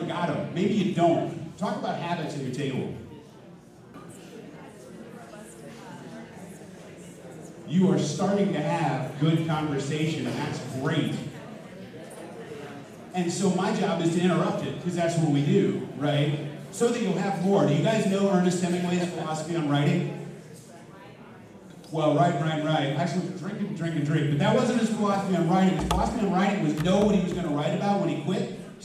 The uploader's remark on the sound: Future Ready Schools Denver Summit Keynote (Audio Only).